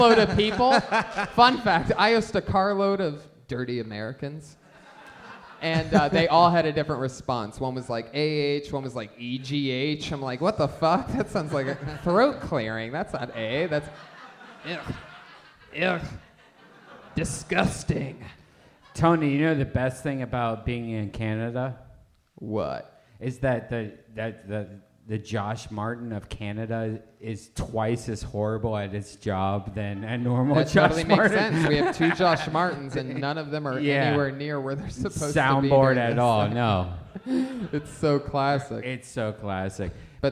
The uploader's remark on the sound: LIVE FROM TORONTO!